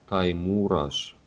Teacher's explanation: То есть ударение у нас идет на У